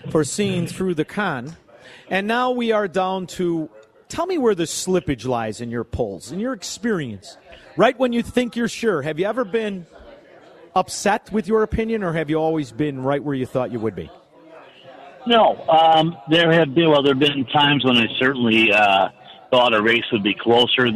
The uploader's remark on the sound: LIVE from Mistwood Golf Course today and the Annual AM560 Golf Outing